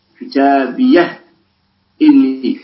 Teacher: فسكنوا الهاء وحققوا الهمزة بعدها على مراد القطع أي قطع الهمزة والاستئناف · Term: التحقيق